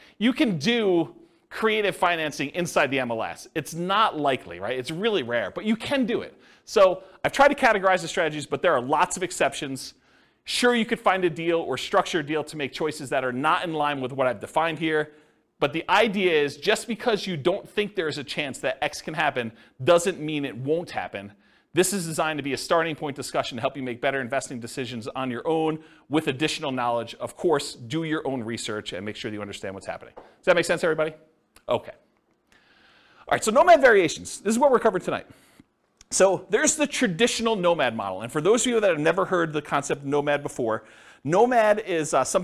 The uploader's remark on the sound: This was a live class recorded